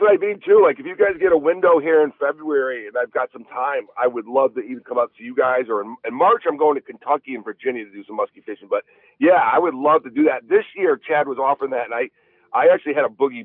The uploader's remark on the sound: Called in from location. He's on the ice and trying to catch dinner.